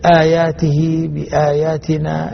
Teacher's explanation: مقدار المد عند حفص 4 حركتين، لا يزاد على الحركتين أبدا إلا إذا كان في العارض للسكون في قضية أخرى، أما بسبب الهمز فهو مد بدل عند حفص، المد مقدار حركتين